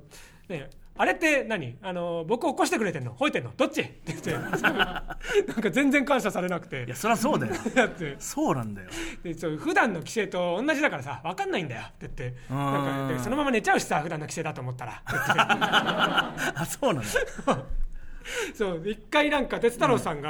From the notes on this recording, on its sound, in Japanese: 初回は公開収録でお届け！